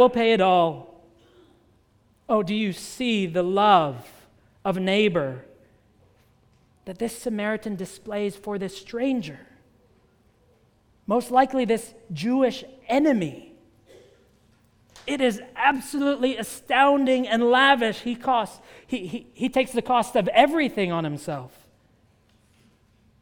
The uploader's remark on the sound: at the United Christian Church of Dubai